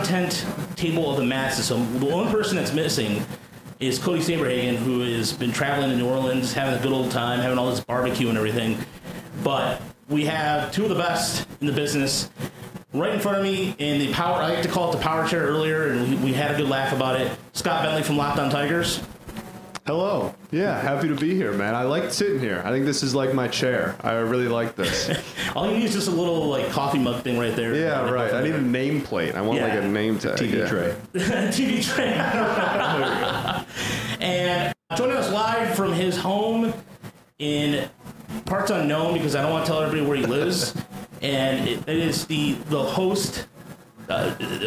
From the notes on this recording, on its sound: This was recorded live on Thursday, October 20th at the Woodward Sports Studio. Apologies on the audio quality but you will hear about that soon enough.